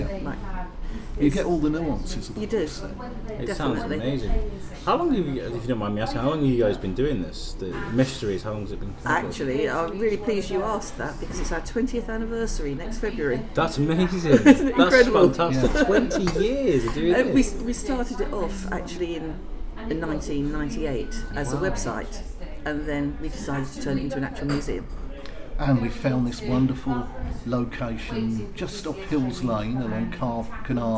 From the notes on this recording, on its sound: Thank you to the Shrewsbury Coffee House for letting us record downstairs in their great cafe, it made for a brilliant atmospheric show.